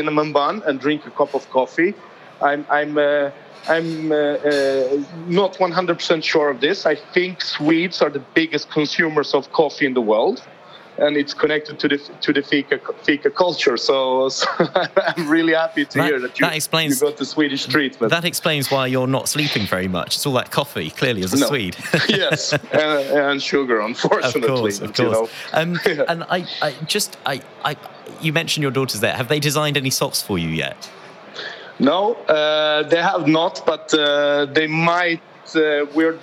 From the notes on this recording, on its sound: Recorded at World Retail Congress 2019